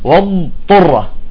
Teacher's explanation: الضاد كما قلنا فيها حالة الاستطالة، تستطيل بالضاد وتخرج الطاء بالإطباق